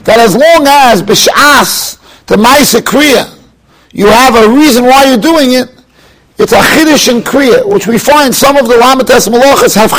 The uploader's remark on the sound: Shiur recorded in Yeshivas Ohr Reuven, Monsey, NY.